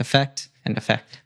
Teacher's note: it's effect and effect, both with a schwa sound. So so we wouldn't say effect.